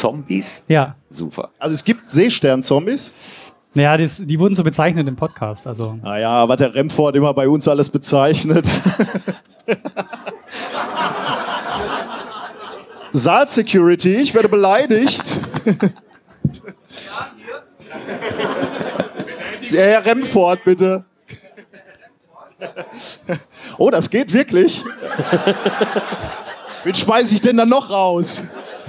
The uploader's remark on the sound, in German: Wisspod-Quiz (33c3-sendezentrum). Wir werden auf der Sendezentrums-Bühne interessante Gäste aus dem Bereich des Wissenschaftspodcasting aber auch der Wissenschaftskommunikation haben. Gemeinsam mit dem Publikum ein Jeopardy-Quiz veranstalten. Dabei gilt es mit Hilfe von Audioauschnitten aus Wissen{schaft}spodcasts die dort behandelten Themen zu erraten.